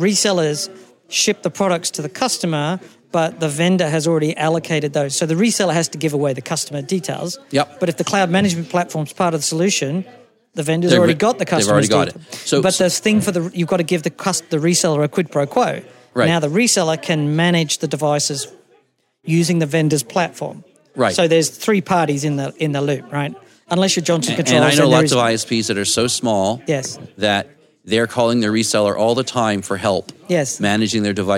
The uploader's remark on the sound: A conversation recorded live. At the IETF 99 conference.